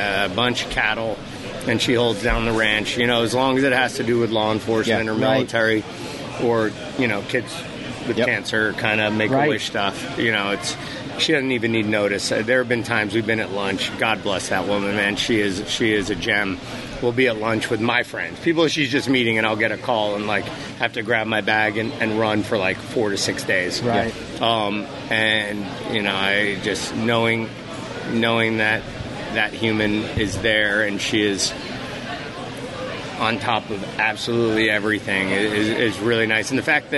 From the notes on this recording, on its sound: Live from the Muscatatuck Urban Training Center for the ATK9 Training Conference.